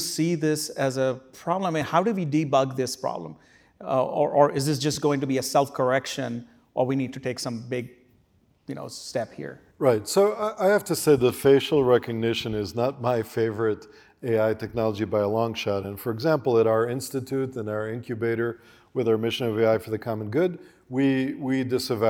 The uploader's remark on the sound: Who spoke at the Crosscut Ideas Festival in May 2023.